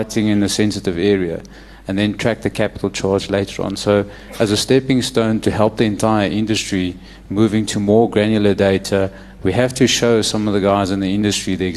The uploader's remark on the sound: ASSA 2015 Short Term Insurance Convention at Emperors Palace, Kempton Park on 7th September 2015